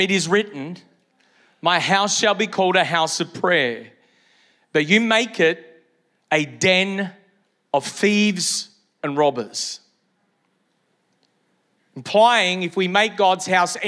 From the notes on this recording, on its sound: Originally Recorded at Neuma Church Melbourne City.